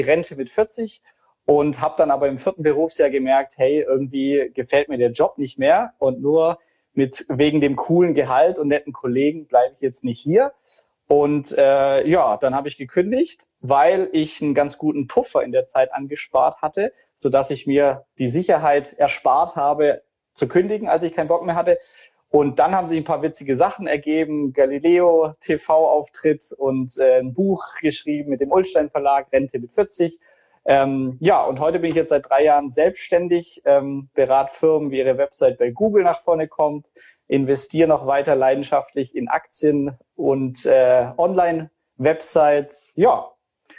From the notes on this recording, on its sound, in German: Er hat das Live-Event für und mit vielen Freunden und Bekannten organisiert.